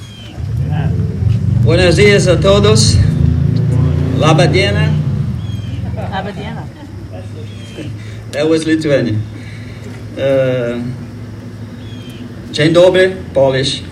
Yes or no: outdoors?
yes